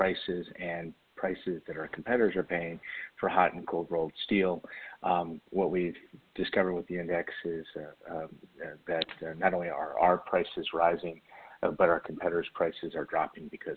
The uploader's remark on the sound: For a conference call.